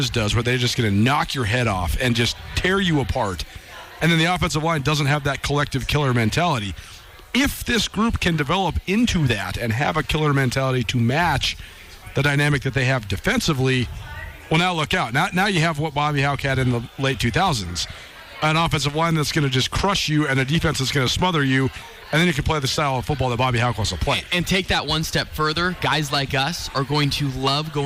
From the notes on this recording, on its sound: More Big Sky Conference football talk LIVE from the Big Sky Kickoff in Spokane.